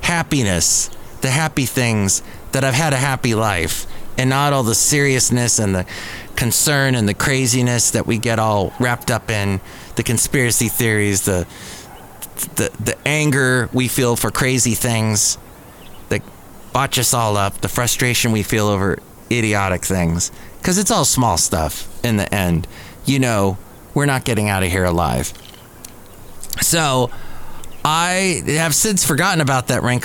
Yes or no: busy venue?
yes